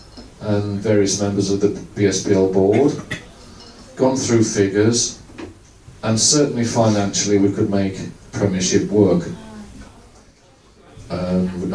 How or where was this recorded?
busy venue